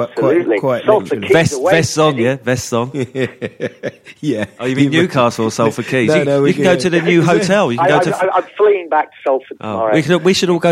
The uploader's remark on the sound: on the phone once again